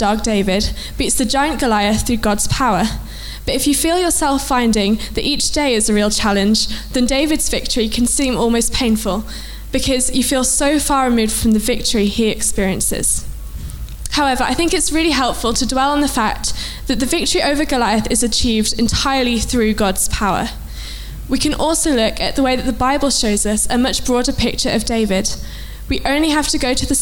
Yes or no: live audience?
yes